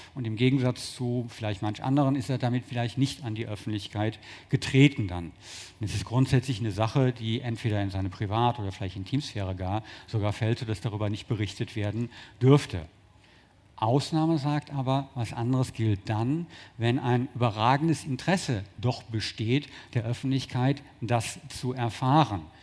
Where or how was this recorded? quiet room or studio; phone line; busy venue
busy venue